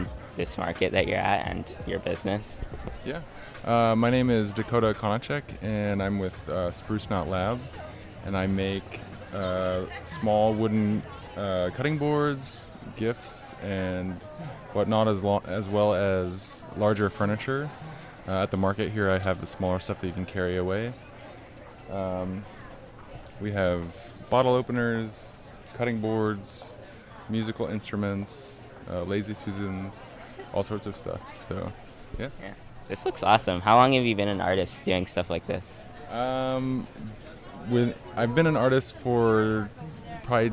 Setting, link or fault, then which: setting, outdoors